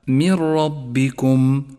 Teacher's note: الساكنة وبعدها حرف الراء، وهو حرف إدغام بلا غنة، والواجب هنا أن نسقط النون الساكنة من اللفظ تماما وأن نشدد حرف الراء الذي بعدها، فيصير اللفظ هكذا: من ربكم، ولذلك لونت النون باللون الرمادي · Term: الإدغام بلا غنة